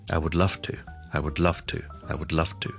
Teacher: 反而我听下去呢是像一个 F 音的